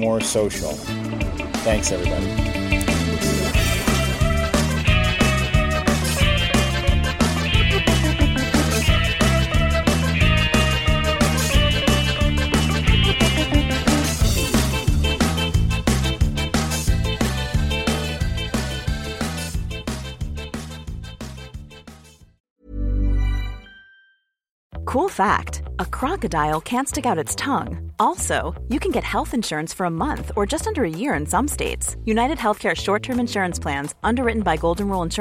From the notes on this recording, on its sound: I’m just driving home from a meeting